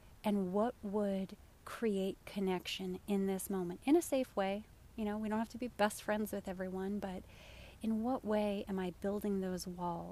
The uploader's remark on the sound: Live from my backyard! I laid in the grass of my backyard and soaked up the sunshine while recording this week's episode, sacrificing audio quality.